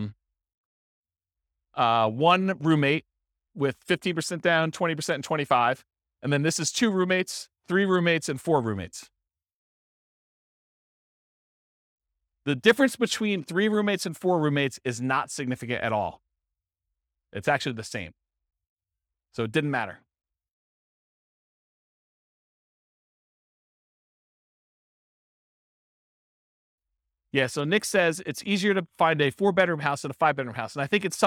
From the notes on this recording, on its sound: This was a live class recorded